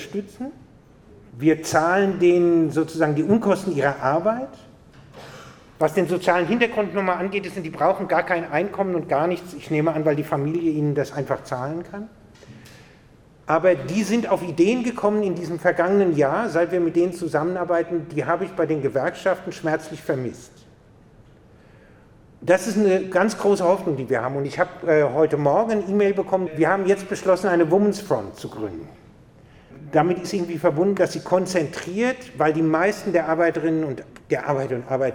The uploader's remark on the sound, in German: Ein Vortrag an der Uni Freiburg